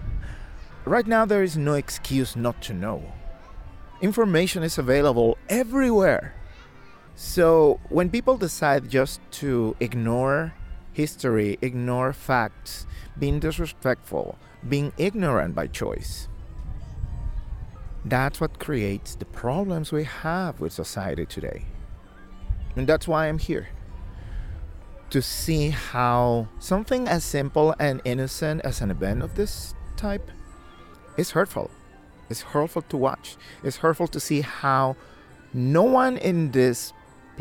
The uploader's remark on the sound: Recorded at the Holyoke Merry Go Round, during the celebration of Cinco de Mayo for Kids